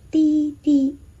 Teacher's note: 滴是短音，短音必须要把你的气流收住，但是不需要闭上嘴巴。